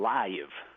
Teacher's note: But this is from the famous effect known as the drawl, where words like live can become live, and so forth, right, where an extra little glide is put into them